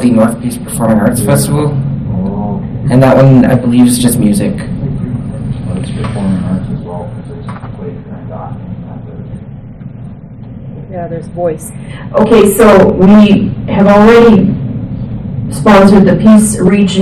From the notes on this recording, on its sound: Audio recording of the February 13, 2017 Regular Meeting of Peace River's Town Council